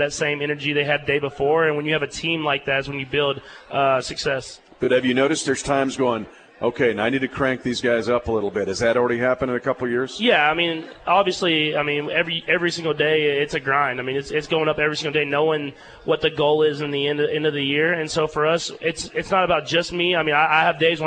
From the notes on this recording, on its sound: Live at Hy Vee in Lee's Summit.